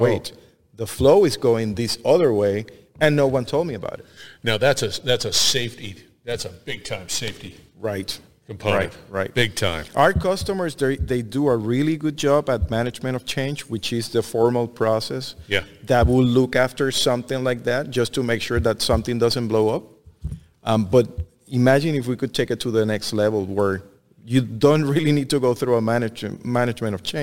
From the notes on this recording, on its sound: Industrial Talk is onsite at Hexagon LIVE. Hexagon live is a big event.